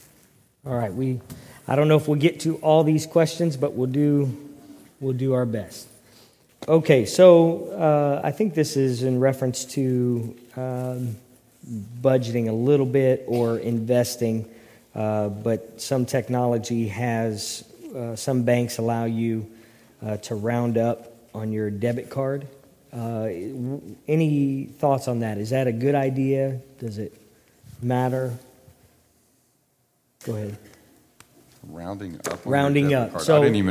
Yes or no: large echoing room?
yes